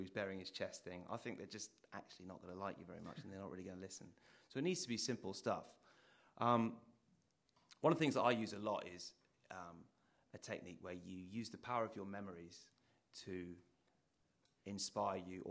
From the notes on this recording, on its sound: ITunes Festival 2010 in London. Demonstrated on an audience member.